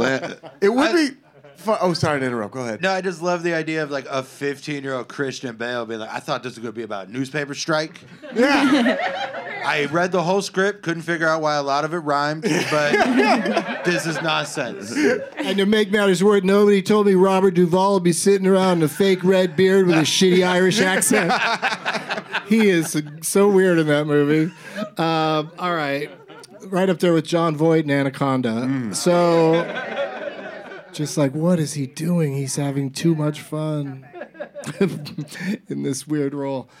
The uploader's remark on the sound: Live from Dynasty Typewriter in Los Angeles.